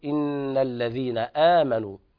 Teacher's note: لابد من إخراج طرف اللسان مع أطراف الثنايا العليا، وهذا هو مخرج الذال. نقول إن الذين آمنوا، وآمنوا هذا مد بدل عند حفص وكل القراء عدا ورش يقرأوه بحركتين، قصر المد البدل، يعني يقرأ بمده حركتين مدا طبيعيا.